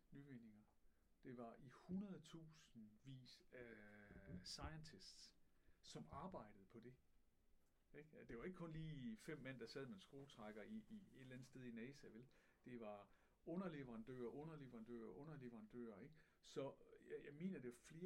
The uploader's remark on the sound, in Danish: Problemer med lyd - Ny version udkommer tirsdag aften !!